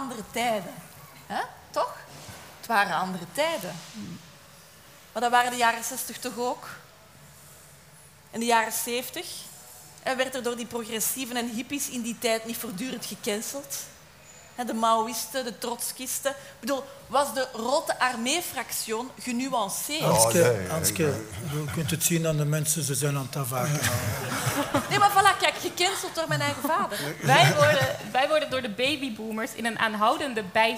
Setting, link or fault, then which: setting, live audience